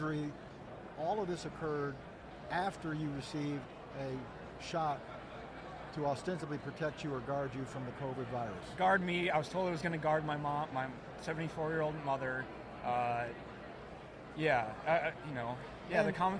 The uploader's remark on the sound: Podcast at AmFest